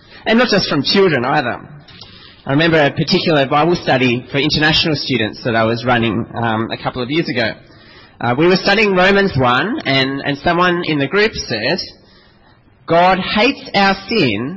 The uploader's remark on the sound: This sermon was preached at St Mary's Cathedral, KL on 13th June 2010.